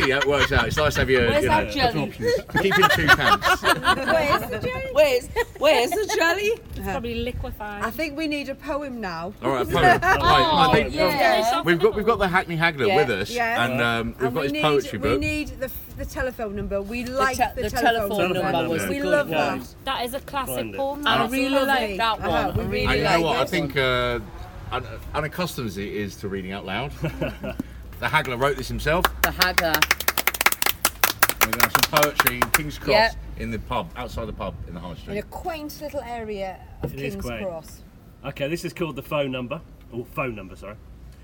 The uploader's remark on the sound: A spontaneous Dragcast episode from McGlynn's in Kings Cross